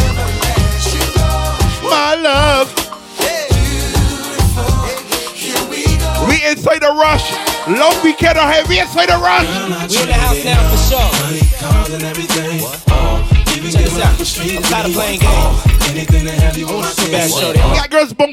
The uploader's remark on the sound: LIVE AUDIO FROM RUSH - BEACH PARTY 06.